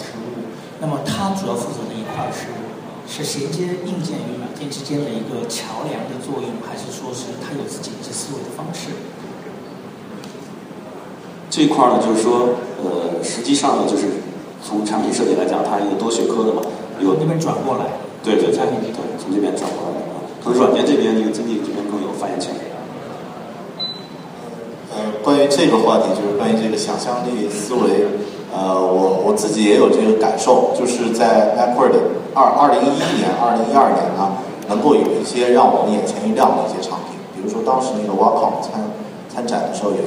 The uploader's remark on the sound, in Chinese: 本期节目为MIA 2013交互设计论坛的发言录音整理而成。现场录音效果一般，对音质要求较高的朋友请慎重下载。